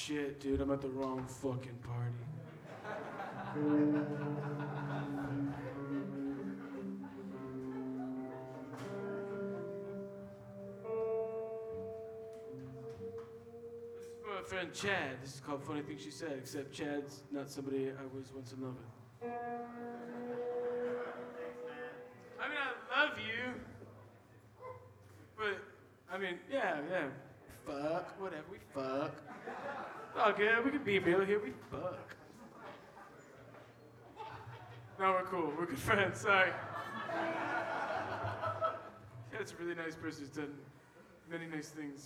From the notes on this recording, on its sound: Live at Villain NYC 2016. Villain Brooklyn, NY USA.